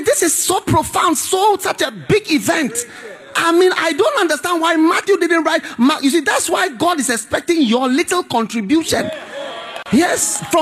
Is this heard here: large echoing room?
yes